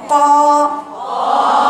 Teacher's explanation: اقول لك القاف ما تجيبيش فيها هواء، يعني ما تقوليش قا قا، ولسانك كله تحت كده قا قا، اخر لسانك مستعلى هكذا قا، حتى الصوت الصدى بيبقى فين قا.